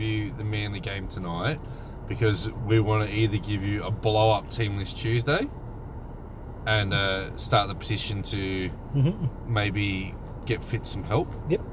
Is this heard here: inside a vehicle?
yes